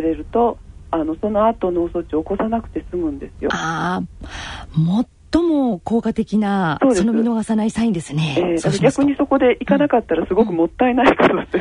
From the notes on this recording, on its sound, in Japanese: 電話インタビューの模様をお伺いします。